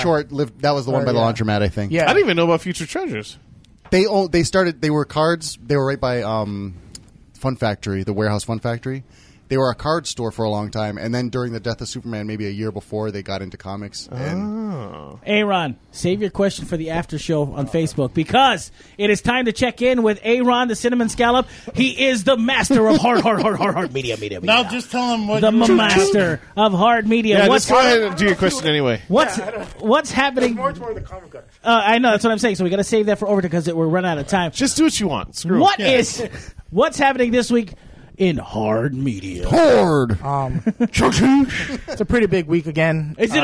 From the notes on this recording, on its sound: Recorded live at Maui Comics & Collectibles.